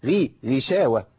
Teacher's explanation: الغين مكسورة تبقى في أدنى مراتب التفخيم